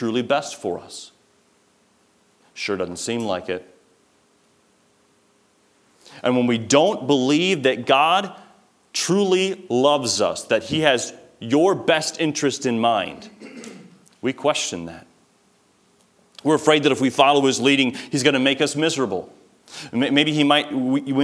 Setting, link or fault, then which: setting, large echoing room